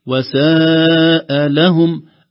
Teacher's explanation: الفصل ما بين كلمة ساء وكلمة لهم بنبرة يسيرة من حرف اللام فتعطي المعنى الصحيح، ساء لهم من السوء، خوفا أن تعطيك وساء لهم تعطيك معنى آخر من المساءلة ومن غيرها. · Term: النبرة الصحيحة